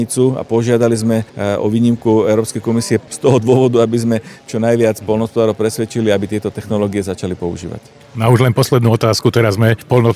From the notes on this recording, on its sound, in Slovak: Podcast bol nahrávaný priamo vo vinohradoch počas zásahu dronov, ospravedlňte prosím miestami zníženú kvalitu zvukového záznamu.